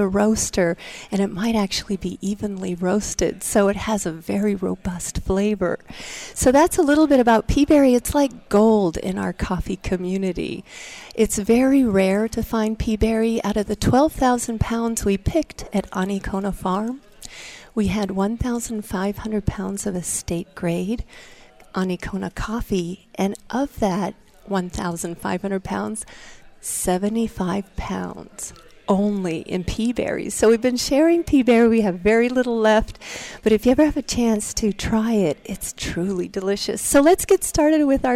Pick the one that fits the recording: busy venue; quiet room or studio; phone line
busy venue